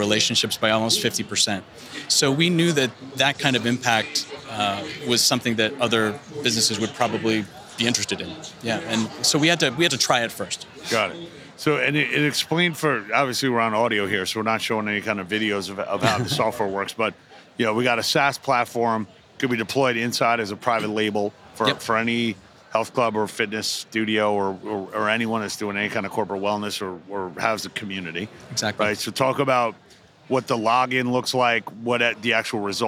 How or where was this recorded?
busy venue